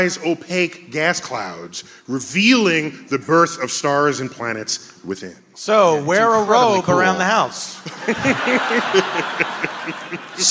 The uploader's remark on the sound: StarTalk Live! A Night at the Neptune Theatre. Joins StarTalk Live at the Neptune Theatre in Seattle.